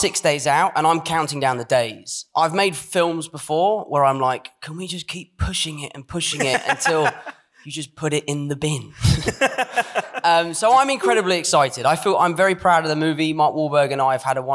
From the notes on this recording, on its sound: Recorded in front of a live audience at Kings Place, London.